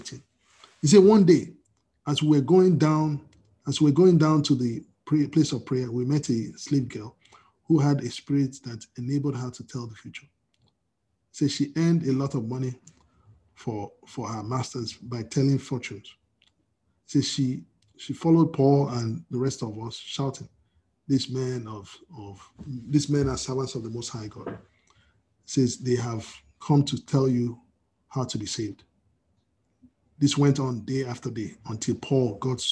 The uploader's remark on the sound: We are on Zoom now.